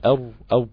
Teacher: بيجيبها حرف شبه الواو كده بيقوم ضم فيها الشفتين. لا، خد بالك، ما ينفعش انك تضم الشفتين في حرف ليه؟ · Term: استدارة الشفتين